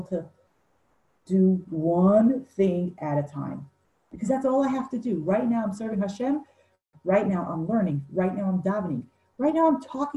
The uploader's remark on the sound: Zoom Class 4/2/20